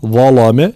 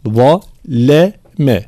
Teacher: في قوله تعالى قال أما من ظلم، كلمة ظلم طبعا بالضاء المشالة، ثم الانتباه تفخيم الضاء ترقيق اللام والميم · Shown in: first take